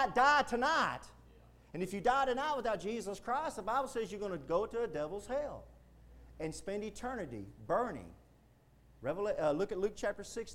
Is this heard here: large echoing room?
yes